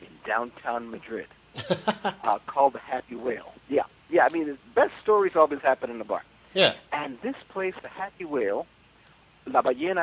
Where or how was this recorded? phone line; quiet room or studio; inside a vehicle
phone line